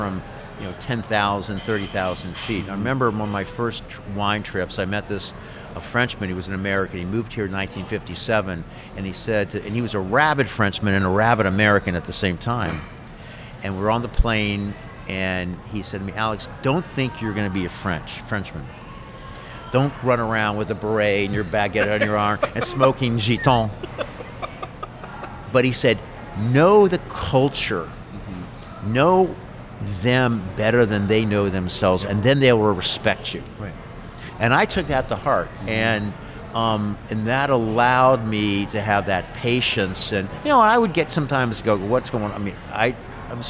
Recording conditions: busy venue